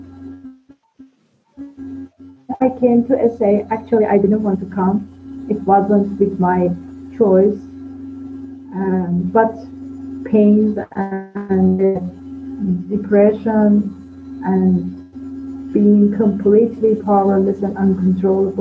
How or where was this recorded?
video call